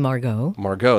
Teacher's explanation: The emphasis is on the second syllable.